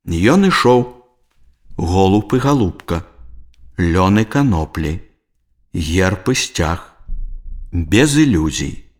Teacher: Галосны «і» пасля слоў, якія заканчваюцца на цвёрды зычны, вымаўляецца як «ы».